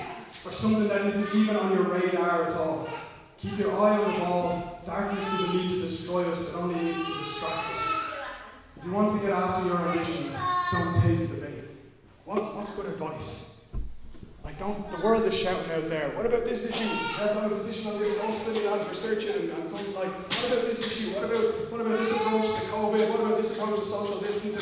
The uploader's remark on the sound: Recorded live at Liberty Church on 12th July 2020